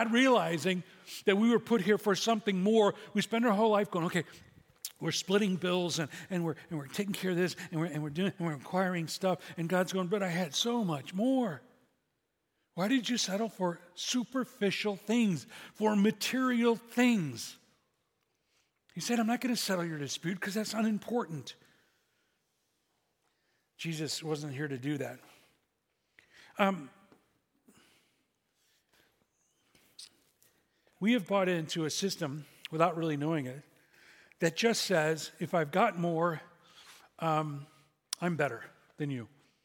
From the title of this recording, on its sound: SCG Church Service September 24th, 2023